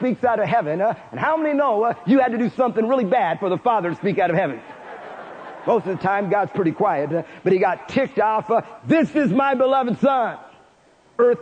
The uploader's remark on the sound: Preached in Prescott Winter Conf.